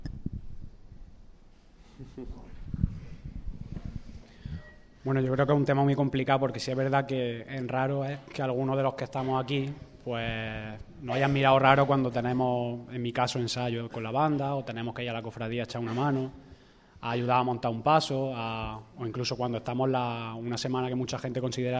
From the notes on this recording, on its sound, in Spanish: Pasión en Jaén ha sacado sus micrófonos para grabar la mesa redonda sobre la juventud cofrade que ha tenido lugar en el marco del Encuentro de Grupos Jóvenes organizado por el Grupo Joven de la Estrella con motivo de su décimo aniversario. Casa Hermandad Estrella.